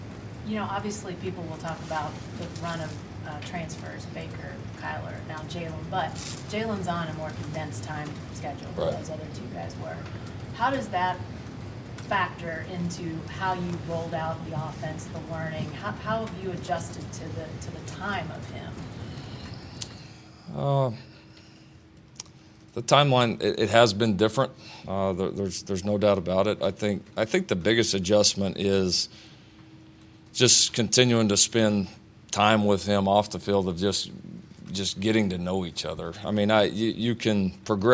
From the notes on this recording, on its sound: Media Day Recap. The entire press conference from both coaches.